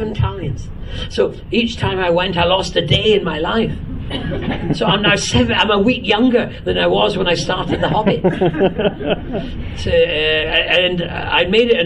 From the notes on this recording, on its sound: This episode we bring you the last of our exclusive interviews recorded in 2016 at the Science of the Timelords convention held at the National Space Centre in Leicester. We thank him and the convention organisers for recording this interview especially for this podcast.